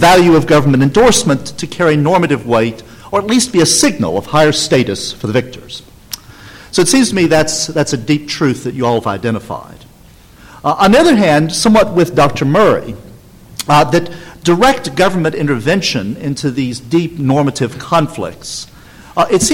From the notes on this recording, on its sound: The Federalist Society presented this Showcase Panel at the 2006 Annual National Lawyers Convention